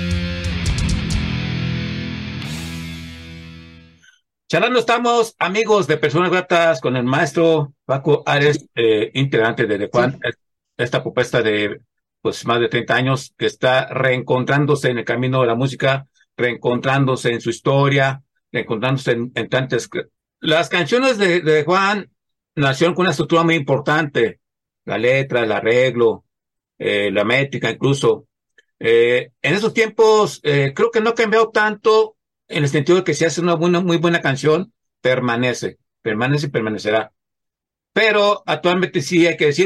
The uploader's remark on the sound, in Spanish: Charlamos via zoom